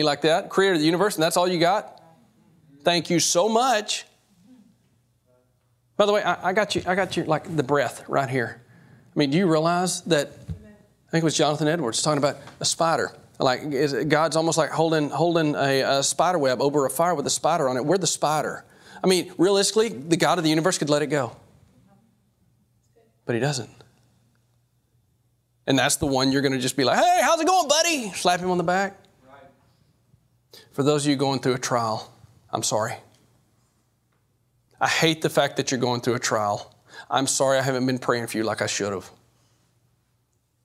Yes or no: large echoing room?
yes